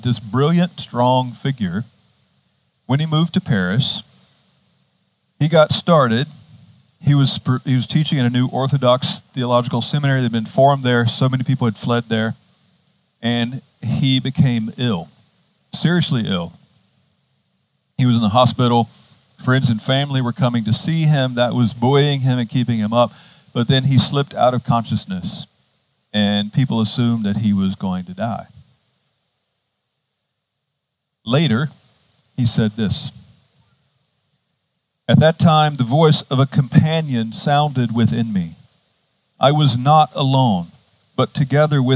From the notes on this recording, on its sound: Outdoors this season, outside the Retreat House. On the beautiful and scenic campus of Gordon Conwell Theological Seminary 130 Essex St, South Hamilton, MA 01982.